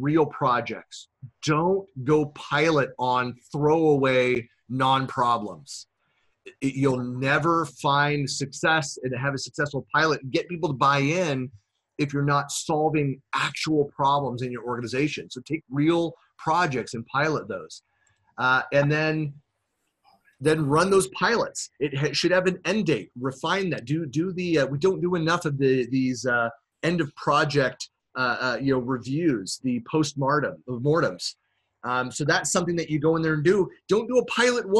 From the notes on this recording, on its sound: Virtual keynote presented in January 2019 for SharePoint Saturday Virginia Beach (#SPSVB)